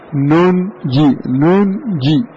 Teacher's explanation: النون الساكن هنا أخفيت عند حرف الجيم · Term: الإخفاء